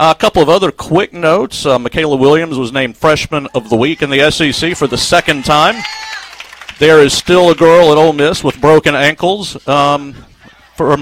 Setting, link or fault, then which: setting, busy venue